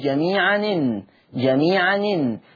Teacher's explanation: أيضا قرأ ورش بالنقل في لفظي جميعا إن، يقرأ ورش جميعا إن، جميعا إن، يأخذ حركة الهمز وهي إن، الهمزة متحركة بكسر، فيأخذ هذه الحركة ويضعها على التنوين